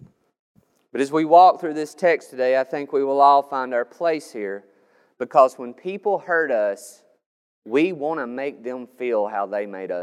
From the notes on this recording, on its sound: This sermon was recorded on May 9th, 2021 at Matthew's Table Church in Cleveland, TN